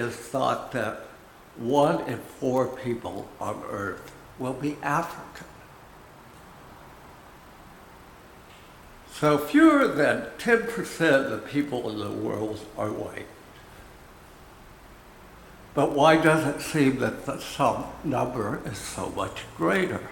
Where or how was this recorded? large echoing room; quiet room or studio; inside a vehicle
large echoing room